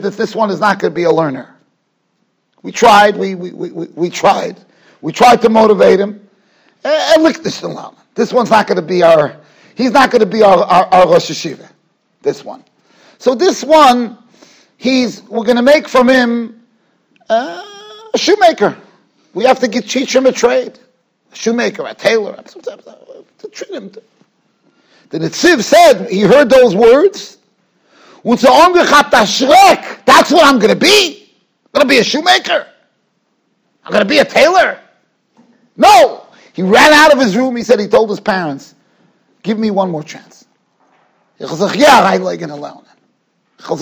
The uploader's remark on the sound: Shiur recorded in Yeshivas Ohr Reuven, Monsey, NY.